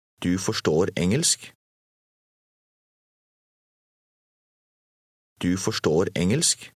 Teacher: Notice how the speaker's voice rises a little at the end.